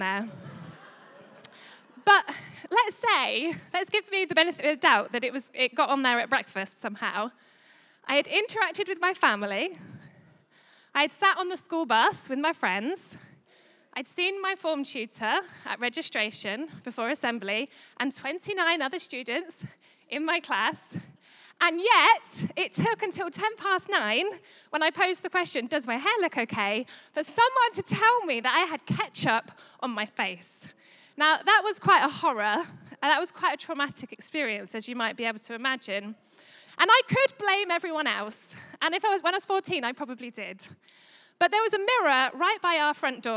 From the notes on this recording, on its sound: Recorded live at Life Church Lancashire.